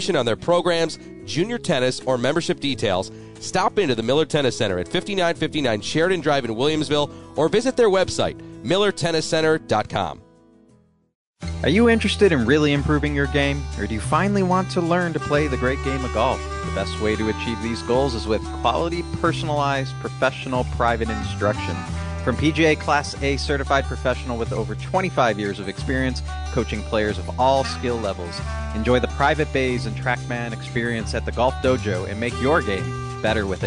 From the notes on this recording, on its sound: Live from Pendleton Creek